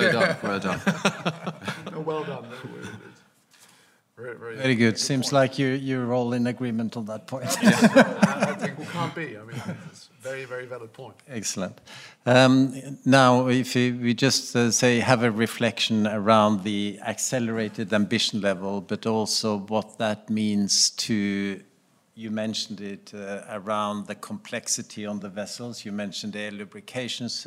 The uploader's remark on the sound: KEYNOTE ROUNDTABLE at the 3rd Annual Capital Link German Maritime Forum, Hamburg. At the Radisson Blu Hotel in Hamburg, Germany.